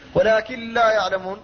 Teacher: لكن لا أدغمت ولم يبقى لها أثر، لم تبقى غنتها